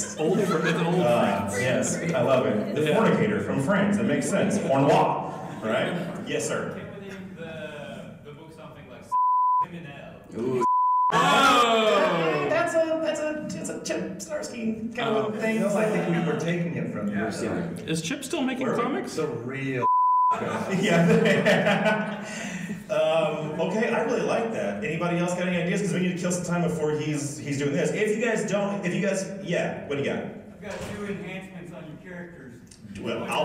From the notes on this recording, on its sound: Above is the very first live show the KLC Press crew ever performed, at C2E2 2020. With help from the live audience.